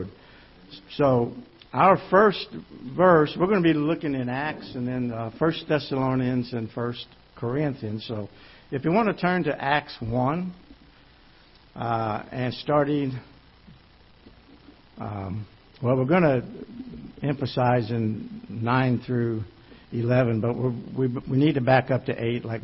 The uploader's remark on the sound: Ketha Heights Baptist Church ~ Live Broadcast